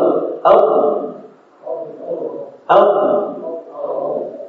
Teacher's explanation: Suara naik ke atas, tapi suara tertahan. · Term: al-ithbat